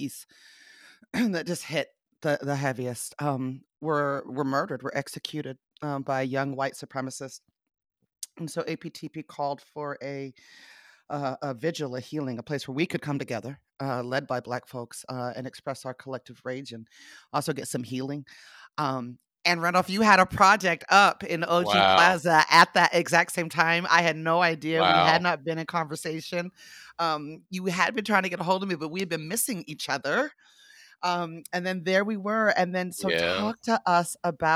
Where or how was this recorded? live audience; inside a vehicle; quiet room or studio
quiet room or studio